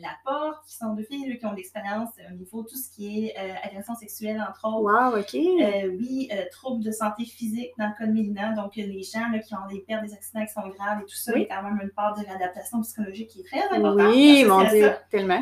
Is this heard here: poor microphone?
yes